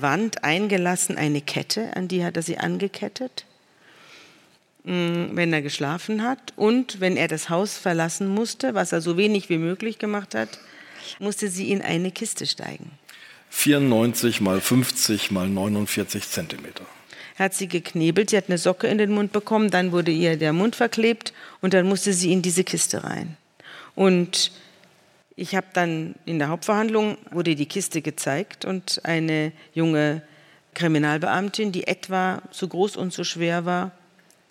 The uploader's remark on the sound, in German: vor Livepublikum im Hamburger Schauspielhaus